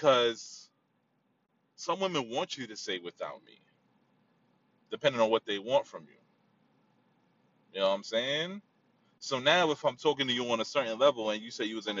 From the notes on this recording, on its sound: In the car. Driving.